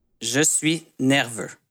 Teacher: In this episode, speaks French with a Canadian accent, so you may notice that some words ending in certain vowel sounds, like the E-U-X in nerveux, have an added R sound at the end